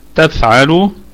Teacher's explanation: الكلمة كلها مرققة والفاء فيها الهمس، واللام اللام فيها مد طبيعي وصلا ووقفا، تفعل لو لو، تمام، يعني نقف عليها بالمد الطبيعي، وأيضا في حال الوصل هو مد طبيعي أيضا.